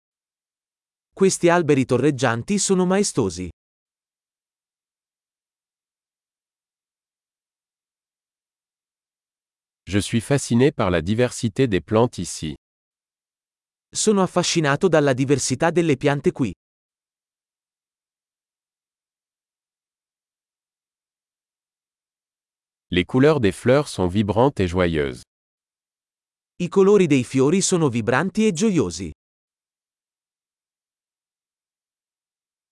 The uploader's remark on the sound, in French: Le bruit du murmure du ruisseau est thérapeutique.